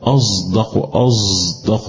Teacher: ابعد صفة الشدة بتاعت الدال دي والجهر عن الصاد